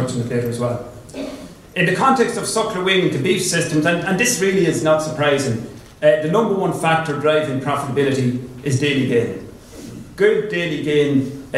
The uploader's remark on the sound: the four presentations that were given at the Teagasc National Beef Conference panel discussion in December 2022